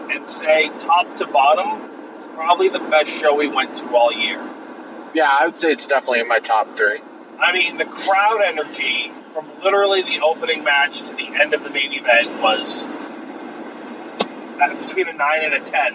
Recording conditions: inside a vehicle